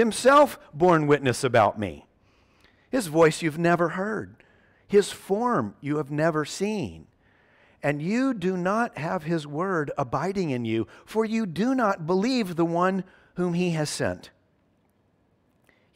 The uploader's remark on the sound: At Covenant Hope Church in Dubai, UAE, on June 5th, 2022.